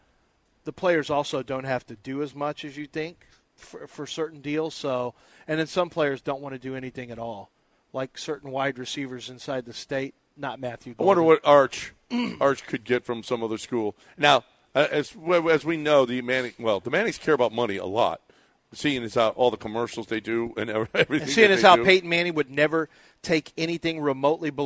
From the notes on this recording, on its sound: LIVE from East River 9!